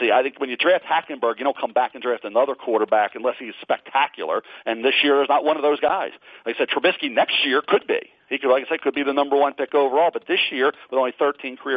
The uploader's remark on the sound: NFL Draft Conference Call